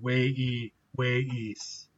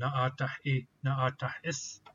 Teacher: the vowel of the command mood pronounced long versus short? It sounds short in na'atah'i, na'atah'is, but it sounds long in wei'i, wei'is.